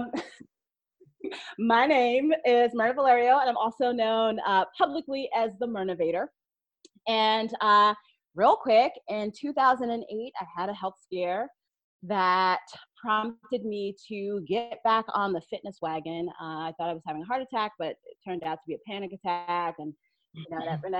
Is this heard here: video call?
yes